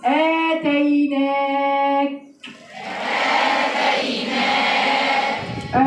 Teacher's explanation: أنا بقفل بقفل على الكاف وبعدين بطلع شوية هوا صغيرين كده · Term: همس